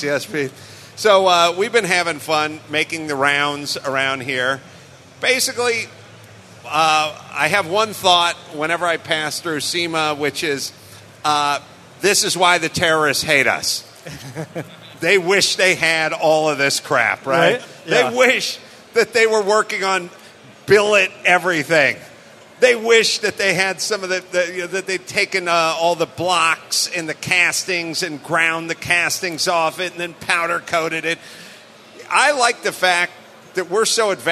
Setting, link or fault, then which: setting, busy venue